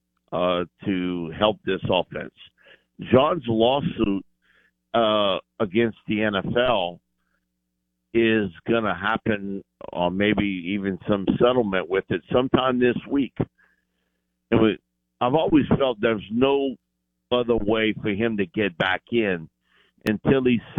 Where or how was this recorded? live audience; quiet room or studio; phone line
phone line